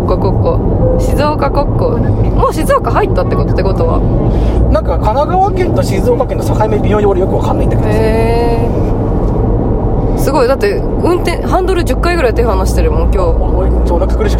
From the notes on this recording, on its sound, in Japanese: 熱海行きの車の中。熱海でのワンマン『あ〜た〜みvol.1』に向かう車中で録った番外編！！